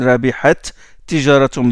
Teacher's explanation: deux t qui se rencontrent et on fait l'élision · Term: l'idram